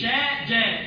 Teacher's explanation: اللي يميز الشين من الجيم صفة الجهر اللي في الجيم وصفة الشدة